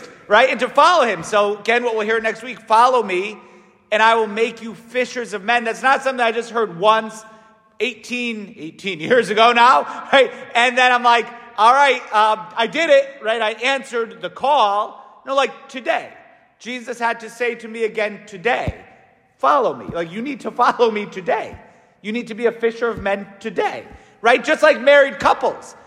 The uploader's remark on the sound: St Francis Catholic parish homily